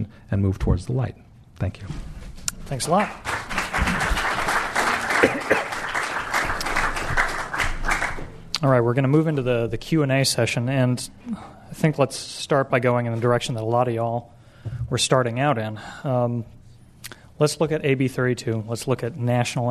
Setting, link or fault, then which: setting, live audience